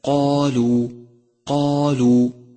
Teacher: تفخيم الألف في كلمة قالوا قالوا، فخمت لأنها سبقت بحرف مفخم وهو القاف، وقد قلت لك إن الألف تتبع ما قبلها في الترقيق والتفخيم.